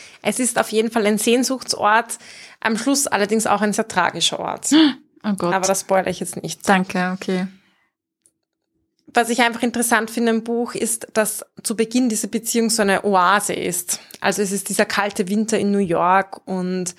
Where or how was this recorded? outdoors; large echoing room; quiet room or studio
quiet room or studio